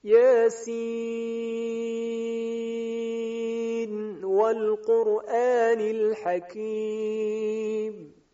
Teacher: در اینجا ملاحظه فرمودید که حرف نونی که ملفوظ است، یعنی فقط در تلفظ هست، در نوشته نیست. اون نون ملفوظ در آخر سین یاسین به اظهار خونده شد